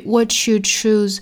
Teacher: What 跟 you 之间的连读呢我们知道是同化音哈应该有一个 ch 的发音